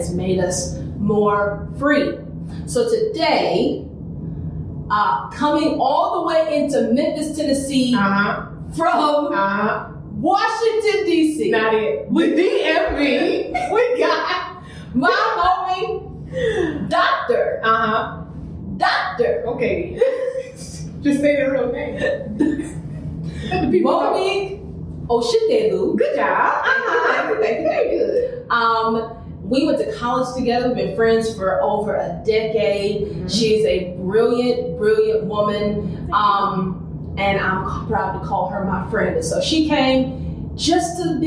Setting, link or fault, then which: fault, poor microphone